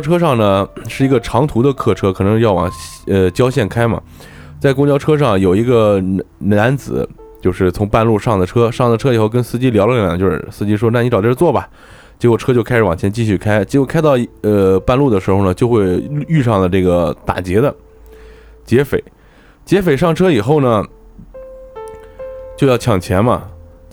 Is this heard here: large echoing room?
no